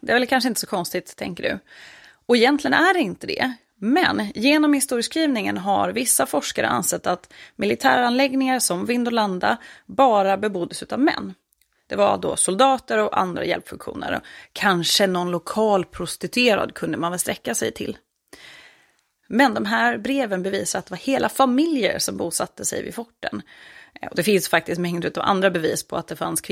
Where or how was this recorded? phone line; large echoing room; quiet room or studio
quiet room or studio